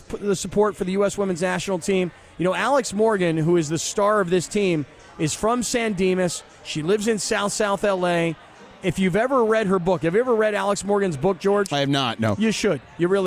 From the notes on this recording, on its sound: joined the show live from Danny K's